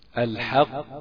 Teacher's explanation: احنا بنقول مشدد موقوف عليه، يبقى أنت هتسكت شوية وبعدين تجيبها شديدة قاف، وما تقربش من مخرج الكاف